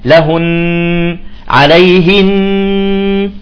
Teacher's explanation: النون المشددة تعطى إذن غنة